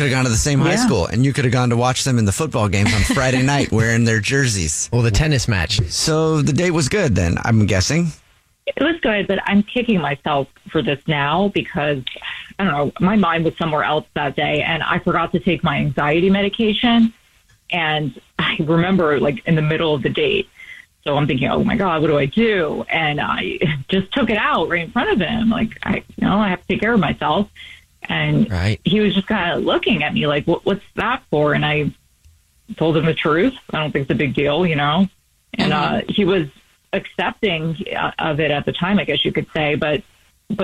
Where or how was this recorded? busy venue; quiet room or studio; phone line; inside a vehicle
phone line